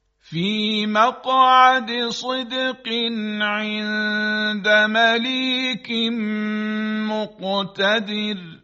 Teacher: حرف قاف و دال اینها قلقله دارند که قلقله لطیف هست، قلقله کوچک یا قلقله صغرا